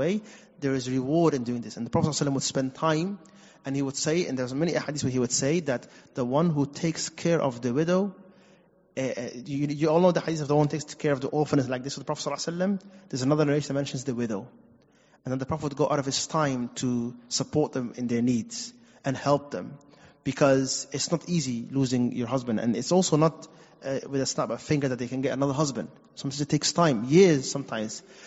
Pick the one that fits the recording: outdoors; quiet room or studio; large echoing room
large echoing room